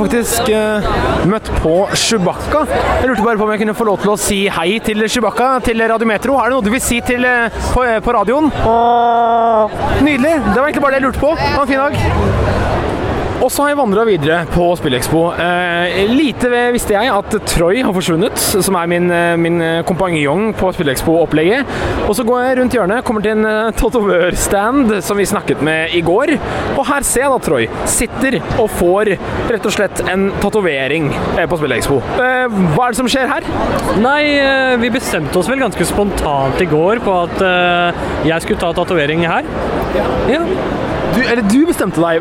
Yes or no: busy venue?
yes